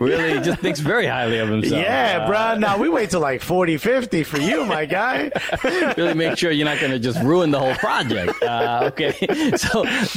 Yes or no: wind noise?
no